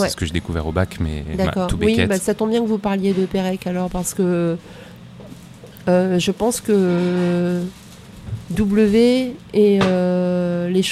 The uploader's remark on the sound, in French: Nous nous sommes donc rejoint dans un café dans le quartier de Saint-Michel, à Paris, en face de Notre Dame, et j’ai allumé les micros. Comme dans n’importe quel café, il y a un petit bruit de fond. Ce sont les limites (mais aussi le charme) du podcast "fait maison".